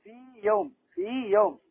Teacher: ويقال في حكمه كذلك وجوب الفصل، يقال تمكين مده حركتين من غير إدغام